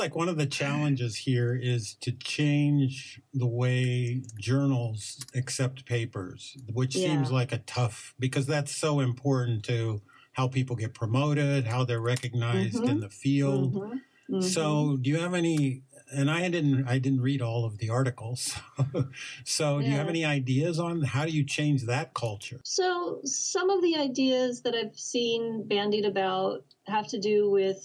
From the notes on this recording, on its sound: We Apologize for Technical Difficulties